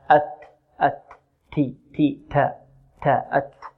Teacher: والتاء تخرج من طرف اللسان مع الحنك الأعلى